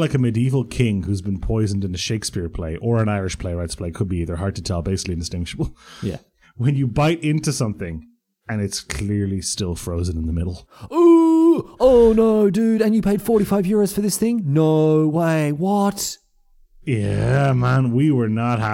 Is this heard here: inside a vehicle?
no